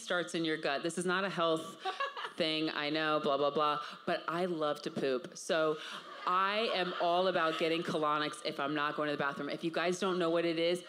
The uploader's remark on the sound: LIVE from #CreateCultivateNYC. Coming live from the #CreateCultivateNYC main stage.